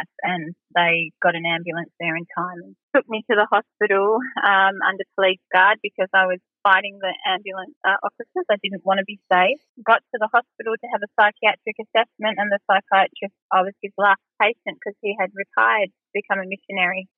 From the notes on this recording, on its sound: An Over-The-Phone Interview. All our podcast episodes are pre-recorded at an independent studio in Sydney, Australia.